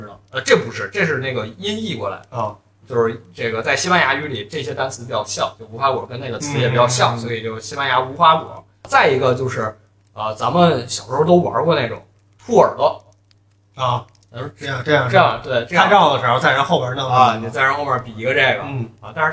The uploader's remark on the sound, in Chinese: 我们这次尝试了新的录音设备，新设备尚未调整好，音质有所下降。